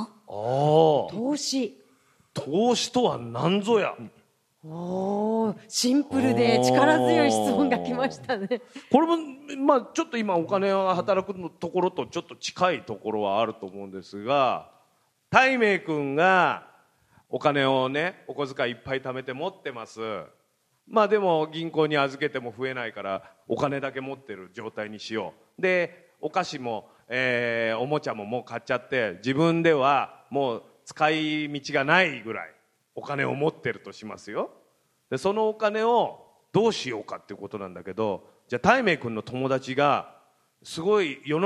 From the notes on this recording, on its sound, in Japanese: マネーに関心のある小学生と親御さんが参加した公開収録。